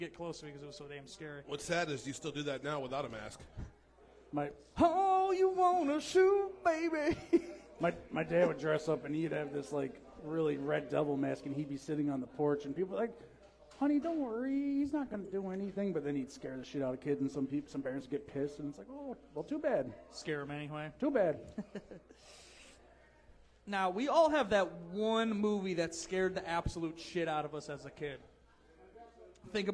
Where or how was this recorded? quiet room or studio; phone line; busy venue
busy venue